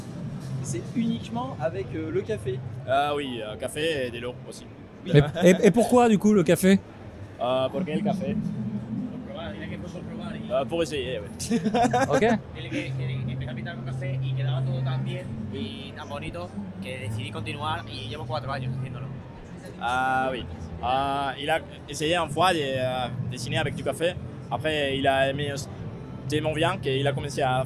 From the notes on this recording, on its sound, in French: un épisode en mode live avec une couverture de la Geek expo en Avignon